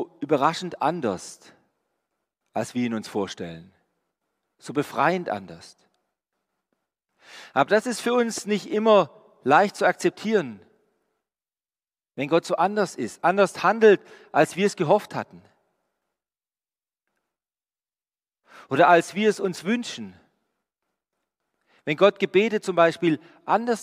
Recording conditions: large echoing room